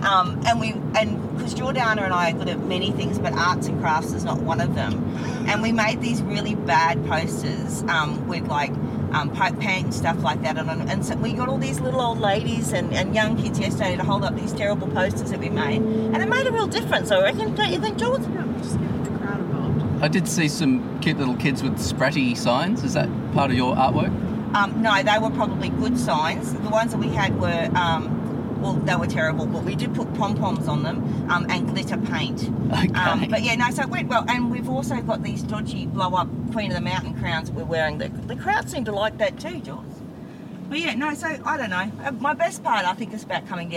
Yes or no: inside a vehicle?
yes